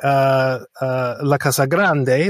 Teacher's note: you're stressing grande, La Casa Grande